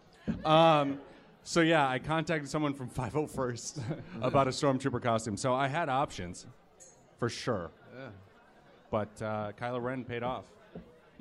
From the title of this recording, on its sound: (LIVE)